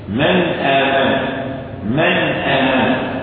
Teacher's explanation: تجد الغنة موجودة إلا أن الموجود منها أثرها فقط، الأثر فقط، صوت بسيط جدا